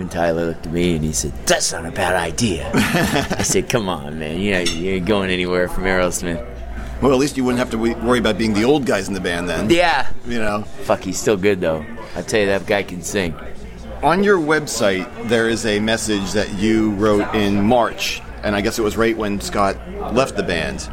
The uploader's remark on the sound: During the recent summer NAMM show, MusicRadar sat down. In the crowded bar of his hotel.